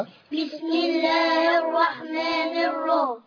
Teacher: لام شمسية مضغمة لا تنطق، راء شدة وفتحة مفخمة، بسم الله الرحمن الرحيم، حاء كسرة مادة عارض السكون جائز